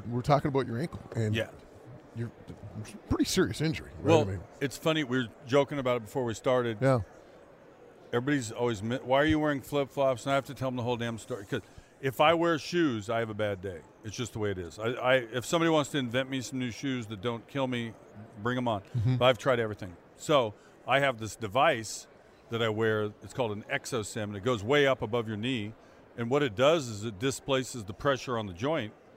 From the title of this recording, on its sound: from Super Bowl 57 in Phoenix